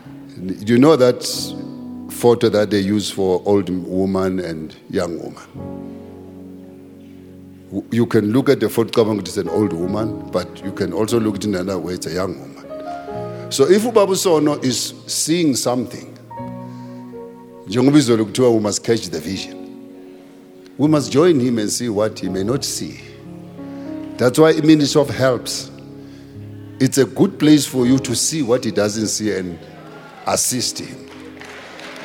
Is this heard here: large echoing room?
yes